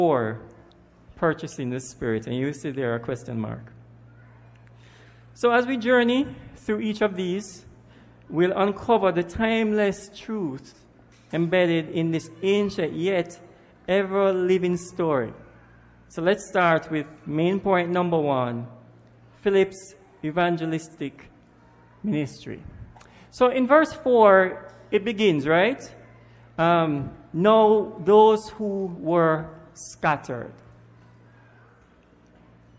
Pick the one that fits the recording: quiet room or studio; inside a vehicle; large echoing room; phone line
large echoing room